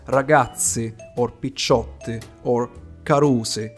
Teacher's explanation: Pronunciation of the last vowel is in between I and E and is the same for masculine and feminine plural.